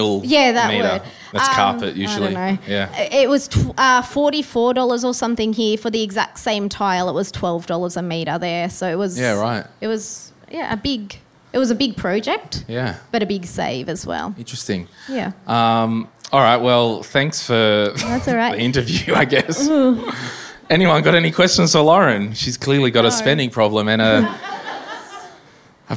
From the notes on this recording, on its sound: The first my millennial money meet up for the year on the sunny Gold Coast! In this episode live audience members asked the following questions.